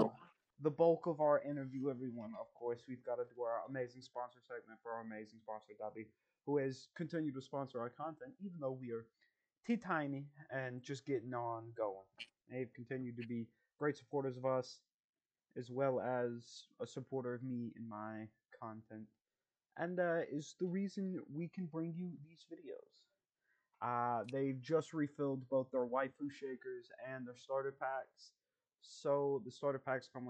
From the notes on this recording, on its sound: Sorry about the technical difficulties.